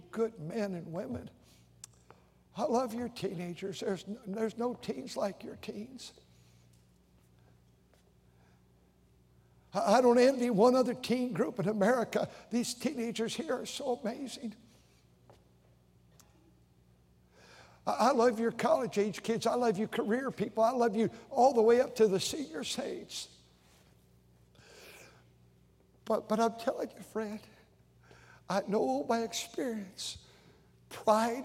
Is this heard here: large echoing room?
yes